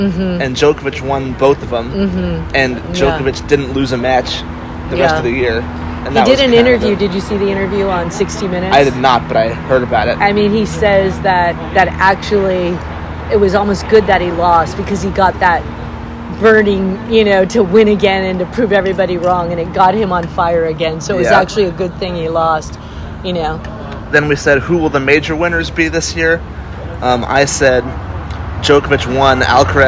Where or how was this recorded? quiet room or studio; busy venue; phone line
busy venue